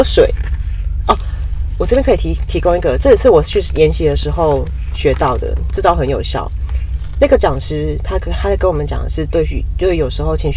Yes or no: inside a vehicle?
yes